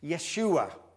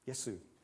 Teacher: So the name in Hebrew that Jesus was going to be called and in Aramaic was something like Yeshua. But because in Greek they don't have the sh bit, then it becomes a s bit